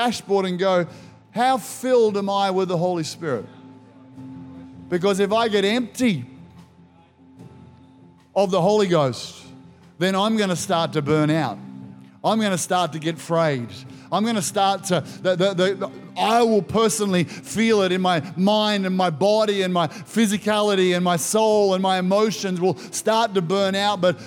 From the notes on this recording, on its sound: This was recorded in our 9am service